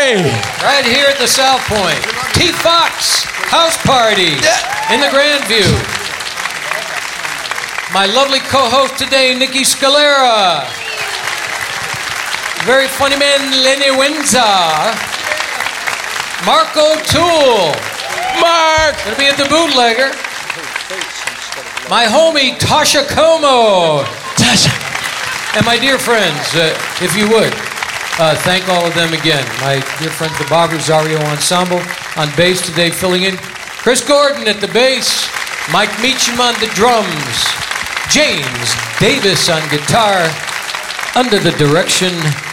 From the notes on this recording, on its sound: Live at the SouthPoint Casino